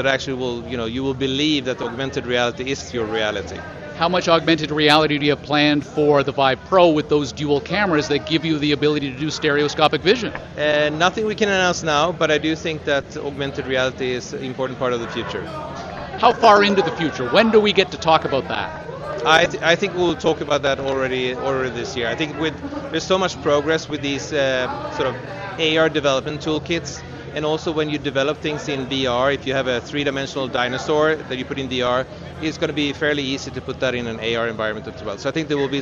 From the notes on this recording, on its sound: Live from the floor of the Las Vegas Convention Center at the 2018 Consumer Electronics Show in Las Vegas!